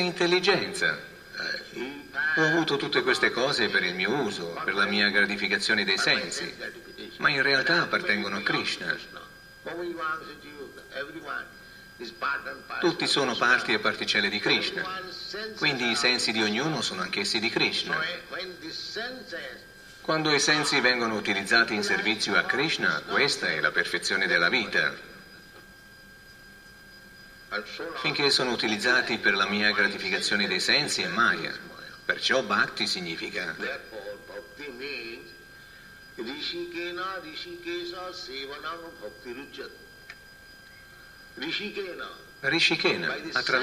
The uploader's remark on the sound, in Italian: in diretta dal Tempio di Villa Vrindavana